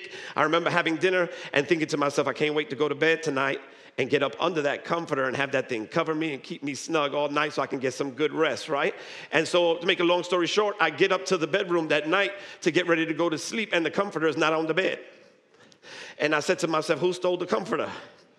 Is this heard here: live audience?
yes